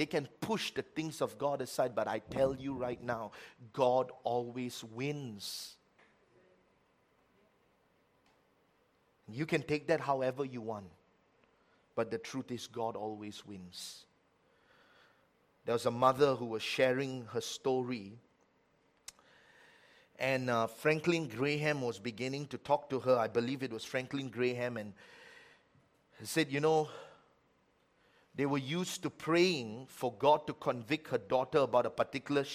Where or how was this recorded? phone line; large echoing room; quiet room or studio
large echoing room